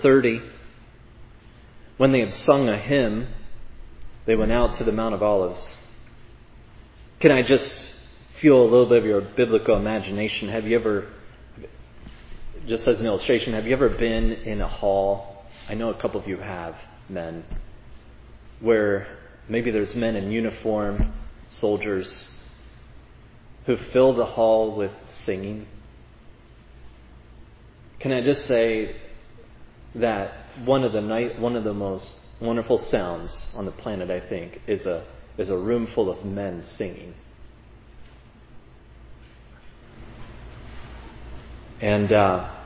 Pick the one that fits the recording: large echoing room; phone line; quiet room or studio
large echoing room